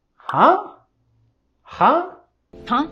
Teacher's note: queremos subir la voz y entonación haciéndole pregunta.